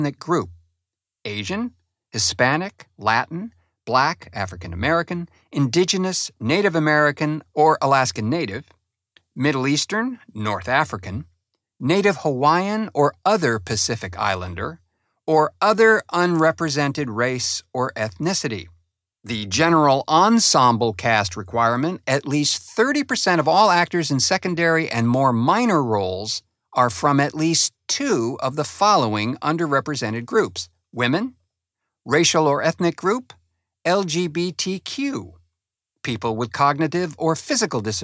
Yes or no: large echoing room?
no